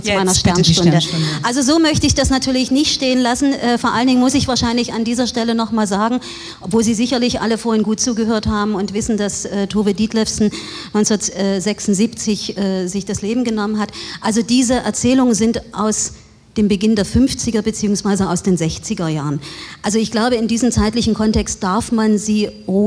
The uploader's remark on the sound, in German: Das Literarische Trio auf dem IfS-Sommerfest 2023 in Schnellroda